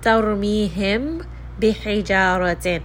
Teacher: Okay, so if you have a meem sakin or a letter meem with a sukun and it is followed by the letter ba, then the meem sakin is going to be hidden between the lips. This is because the meem and the ba both have similar makhraj, so both of them are going to come from the same area. · Term: ikhfa